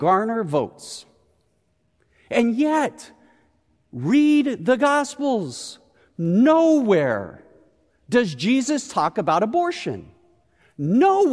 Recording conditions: large echoing room